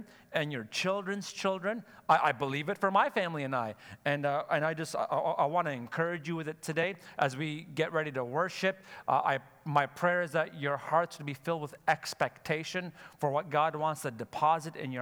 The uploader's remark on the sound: Sunday Service live broadcast